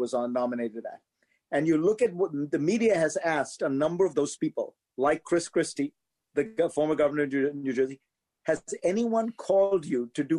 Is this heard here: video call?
yes